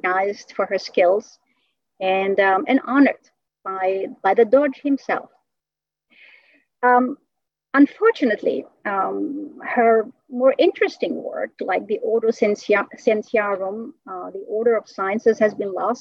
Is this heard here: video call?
yes